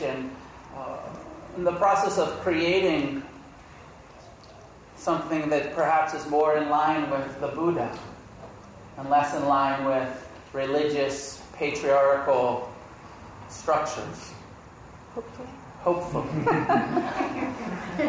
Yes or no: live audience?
yes